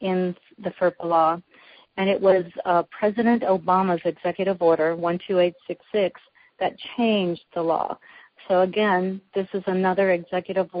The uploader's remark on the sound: Women On The Wall Conference Call